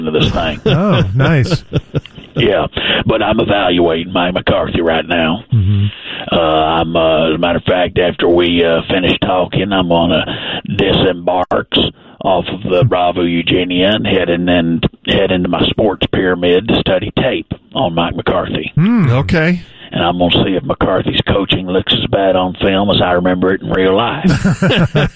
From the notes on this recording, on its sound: calls in from the Bravo Eugenia on Lake Lewisville